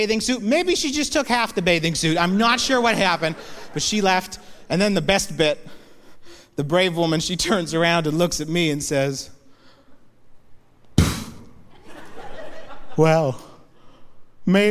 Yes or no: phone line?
no